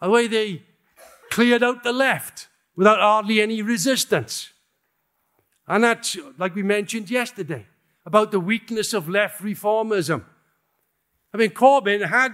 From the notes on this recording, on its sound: In this talk given at the recent Revolution Festival